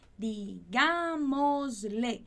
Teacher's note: E a ênfase da palavra, ela não tá nem na última sílaba, nem na penúltima, mas tá lá naquela antepenúltima sílaba · Term: proparoxítona